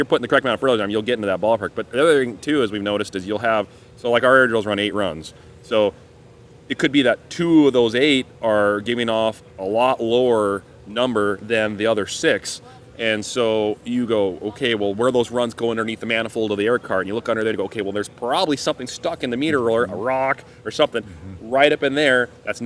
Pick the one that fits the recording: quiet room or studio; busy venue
busy venue